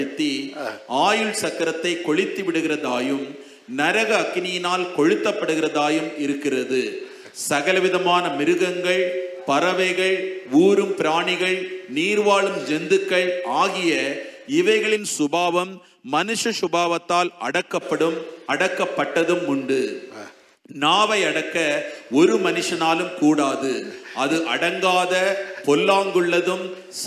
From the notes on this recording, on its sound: Sunday First Service Sermon Live